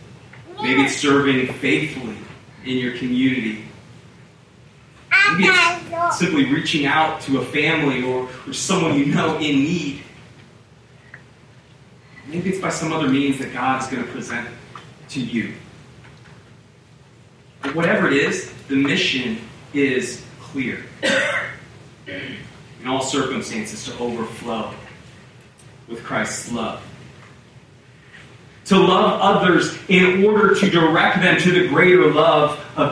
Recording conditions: poor sound quality